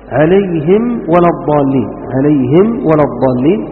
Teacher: فالميم والواو من ذات المخرج، اللهم قيل أن هذه أدخل من هذه، فاحذر أن تختفي.